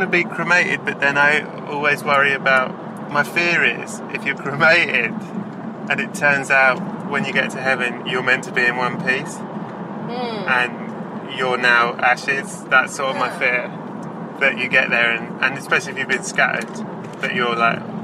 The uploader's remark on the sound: First thing’s first - mention must be made of the fact that this was recorded in a car. This is probably extremely apparent but just in case you’re curious as to why there’s a lot of very motor-sounding background noise, that’s what’s happening.